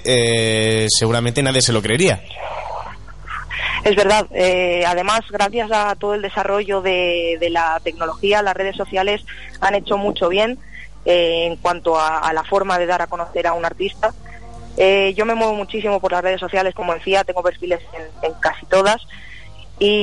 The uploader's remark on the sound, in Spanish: tendremos además al teléfono